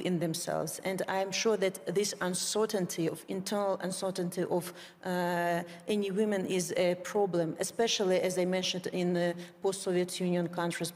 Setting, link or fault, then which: setting, busy venue